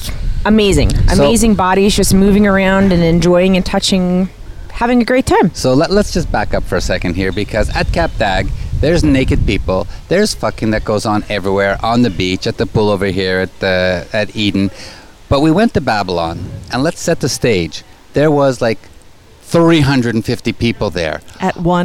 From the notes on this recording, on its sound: On location from the naked city in the south of France, get a firsthand view of swinging in Europe as we broadcast from Hotel Le Jardin d’Eden with SDC’s amazing group of open minded couples from all over the world.